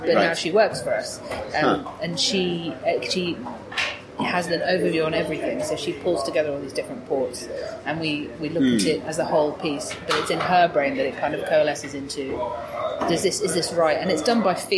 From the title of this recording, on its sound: Chats at Rezzed